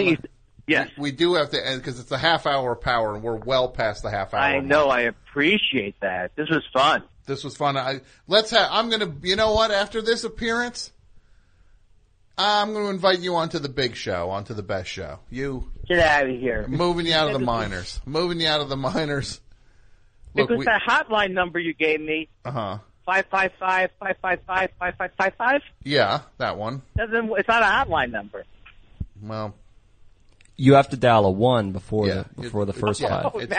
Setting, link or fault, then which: link, phone line